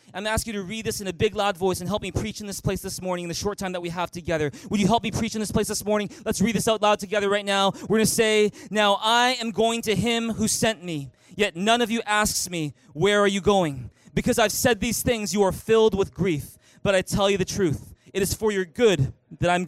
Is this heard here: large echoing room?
yes